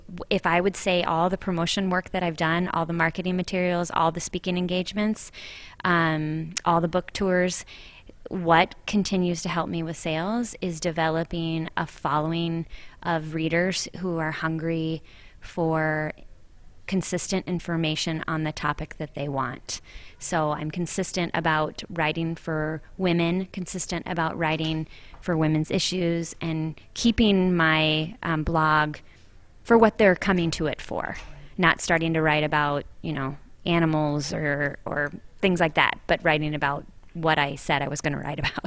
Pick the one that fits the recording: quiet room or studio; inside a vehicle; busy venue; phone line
busy venue